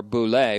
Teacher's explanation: boule with the accent on the second syllable